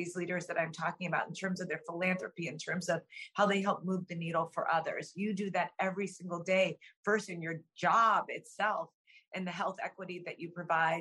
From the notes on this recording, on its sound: This program was recorded via video conference on March 30th, 2022 by the Commonwealth Club of California.